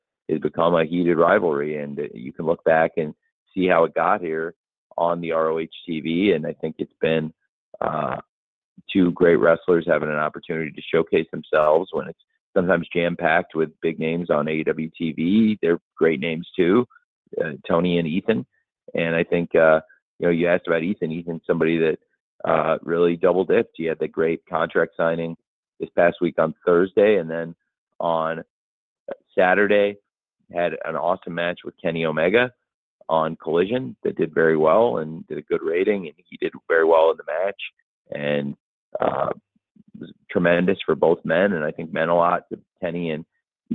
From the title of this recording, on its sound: Media Conference Call